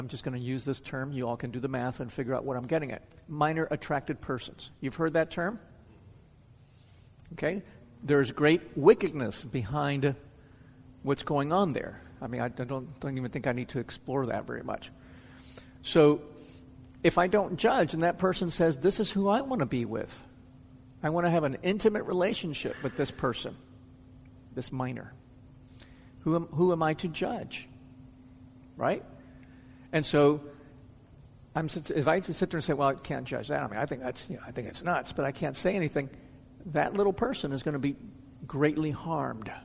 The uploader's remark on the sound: answers questions from the audience.